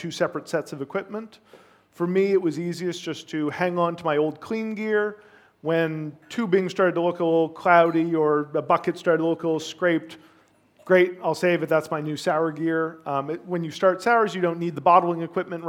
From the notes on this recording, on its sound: A two hour live recording from Smakselv.no's Sour Rangers concept in Oslo, Norway.